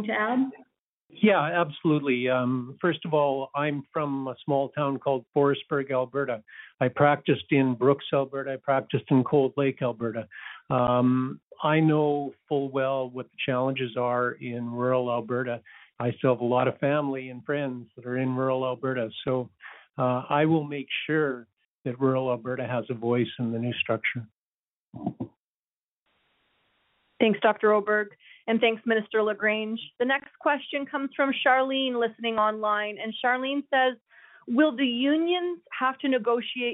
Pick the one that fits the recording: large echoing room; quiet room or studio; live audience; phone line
phone line